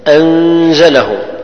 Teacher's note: لأنها مخفة، النون تخفى إذا جاء بعدها حرف الزاي، حرف الزاي إذا جاء بعد النون الساكنة أو التنوين نخفيها بغنة قدر حركتين